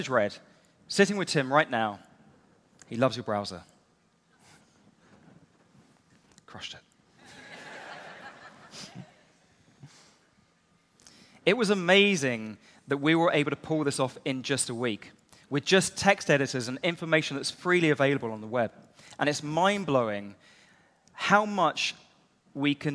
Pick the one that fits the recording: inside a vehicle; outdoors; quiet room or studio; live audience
live audience